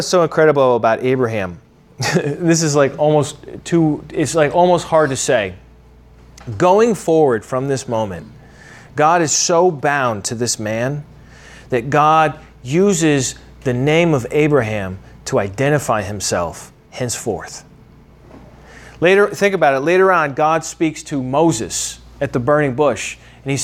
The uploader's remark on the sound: originally taught at the Atlanta Bible College